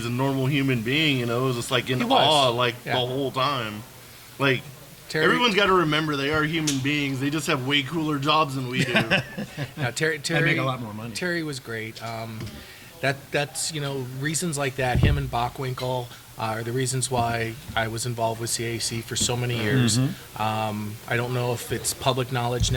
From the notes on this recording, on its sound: live on location from Sams Town